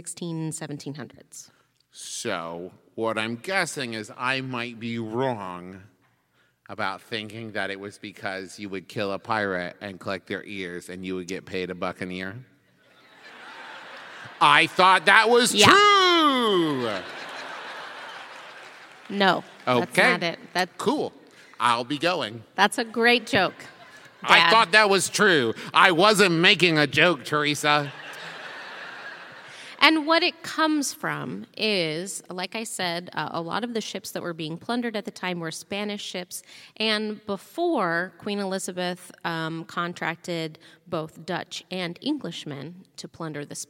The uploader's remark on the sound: This episode was recorded LIVE at our Orlando show.